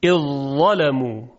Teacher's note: و یا اذ ظلمو، ادغام ذال در حرف ظا، در اینجا ادغام کامل هست، اذ ظلمو، فقط صدای مدغمون فیه یعنی ظا شنیده میشه. خب به این ادغام، ادغام کامل یا ادغام تام یا ادغام محض گفته میشه.